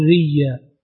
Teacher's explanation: بإبدال الهمزة ياء وإدغام الياء قبلها وإدغام الياء بالتي قبلها الياء التي قبلها فيها فينطق بياء مشددة مفتوحة فيقول ريا.